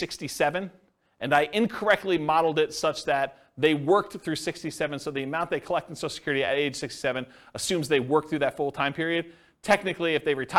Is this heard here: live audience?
yes